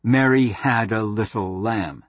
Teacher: A succession of feet with a strong, weak pattern is a trochaic meter